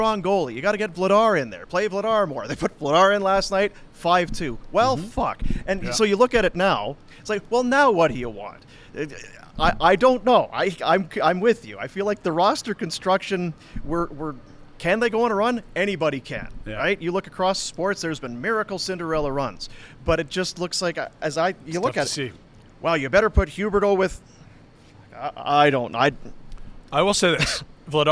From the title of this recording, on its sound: LIVE from the Grey Eagle Resort and Casino